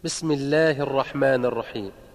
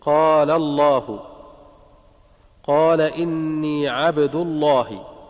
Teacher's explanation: فلفظ الجلالة الله يرقق إذا كان بعد كسر، مثل بسم الله الرحمن الرحيم، ويفخم إن كان بعد فتح أو ضم · Term: الترقيق والتفخيم